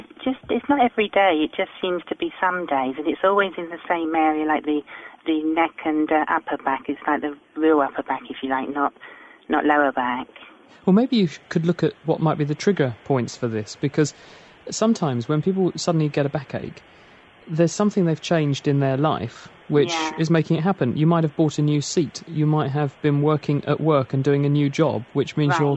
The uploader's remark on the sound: our new live interactive science radio phone-in